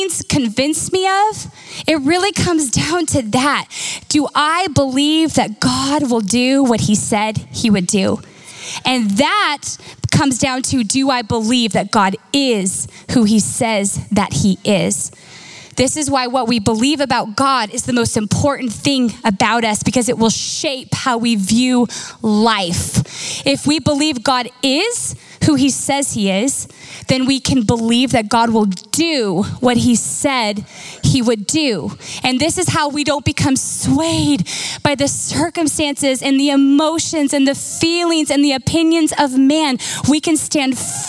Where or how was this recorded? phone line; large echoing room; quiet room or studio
large echoing room